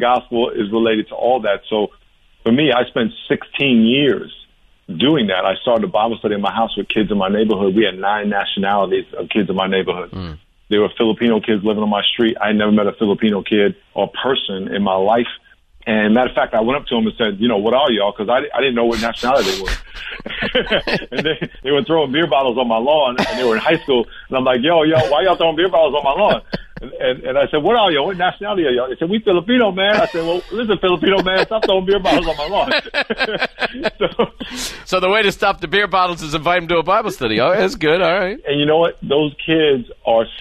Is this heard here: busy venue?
no